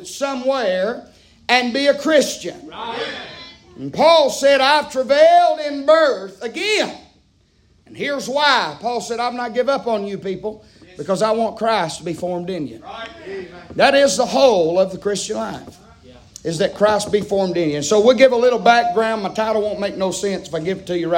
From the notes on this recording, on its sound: preaching live from Still Water Baptist Church